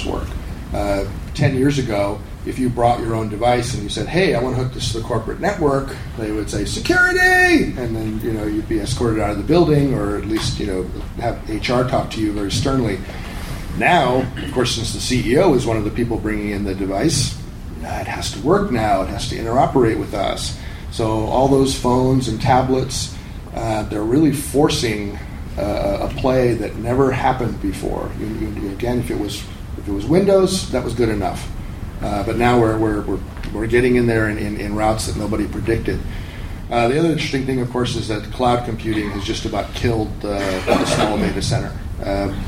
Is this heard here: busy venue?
yes